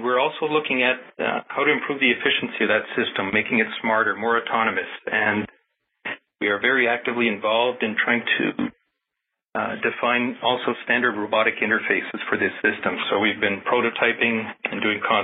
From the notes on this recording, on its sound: The talk was part of NASA’s Future in Space Operations weekly teleconference series from mid-2018.